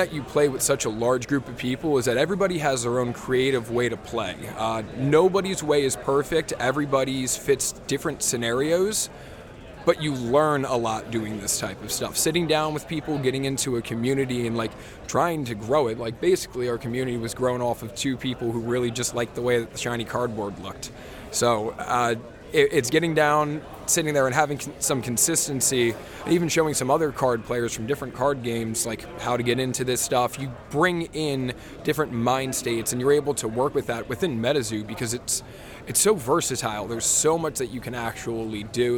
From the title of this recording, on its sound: Live from Water Tower 2023!